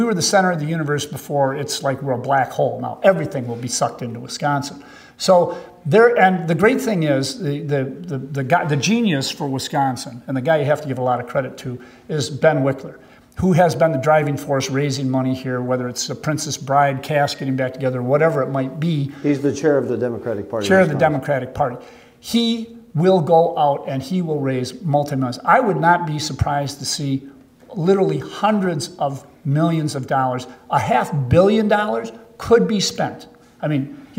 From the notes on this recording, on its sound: Recorded live before the Wisconsin Bankers Association Annual Capitol Day at Monona Terrace, Madison, Wis.